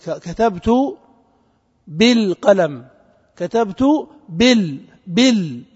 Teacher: والدليل على ذلك أن الكلمة إذا صارت في درج الكلام في وسط الكلام تسقط هذه الهمزة، لا حاجة لها، تقول كتبت بالقلم، كتبت بال وتسقط همزة الوصل كما تسقط كل همزات الوصل في درج الكلام